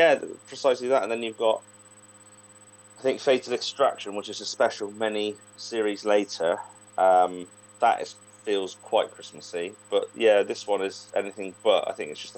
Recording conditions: poor sound quality